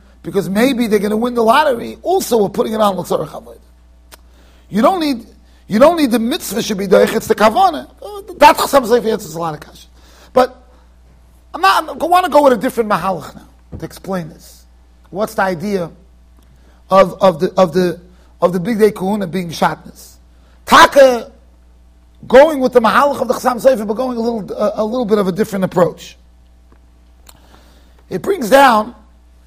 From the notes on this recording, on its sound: Shiur recorded in Yeshivas Ohr Reuven, Monsey NY.